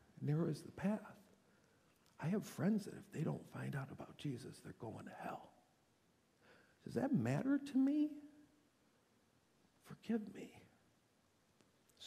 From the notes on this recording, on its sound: This teaching was delivered on Sunday, January 14, 2024 at SouthField Church.